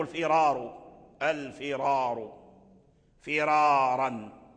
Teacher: وفي التكرر، الأصل الثاني تكرار الراء، تكرار الراء، أي الكلمة إذا كان فيها تكرار الراء فالراء مفخمة وإن سبق تقدمها كسرون، الراء مفخمة وإن تقدمها كسر